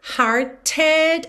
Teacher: esse E final é pronunciado e o T foi modificado para rarara